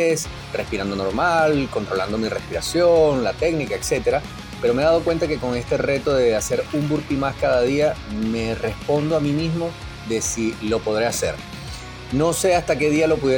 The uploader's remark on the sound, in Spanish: VIDEO GRABADO CON MI TELÉFONO INFINIX 10. EDICIÓN CON CAP CUT.